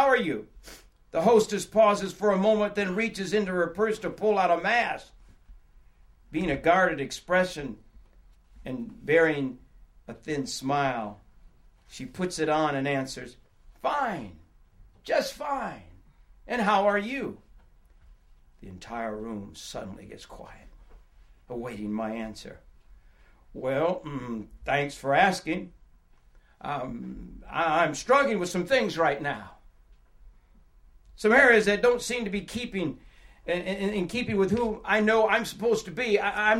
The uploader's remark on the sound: it was recorded in October of 2006, at Revolution Church in Brooklyn, NY.